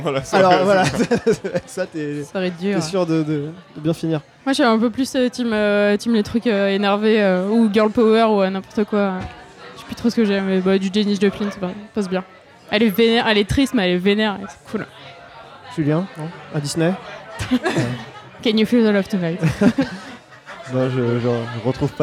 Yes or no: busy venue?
yes